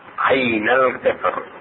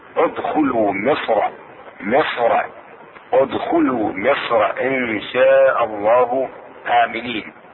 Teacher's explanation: وهنا إذا وقفت عليها ترققها، والاختيار في راء القطر الترقيق، وفي راء مصر التفخيم